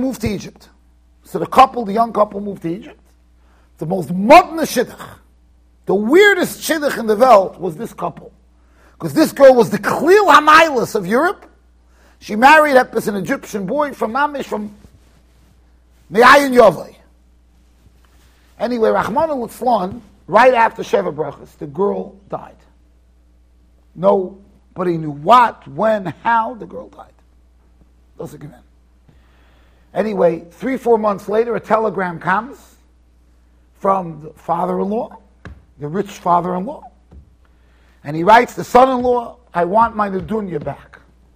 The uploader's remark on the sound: Shiur recorded in Yeshivas Ohr Reuven, Monsey NY.